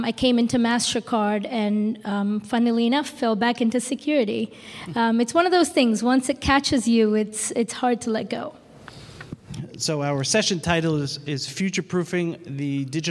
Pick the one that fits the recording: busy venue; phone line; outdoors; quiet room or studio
busy venue